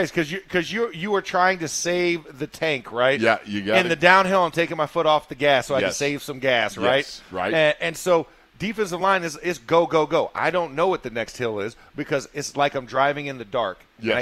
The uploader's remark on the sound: In the Locker Room Live from Steelers Camp Day 7.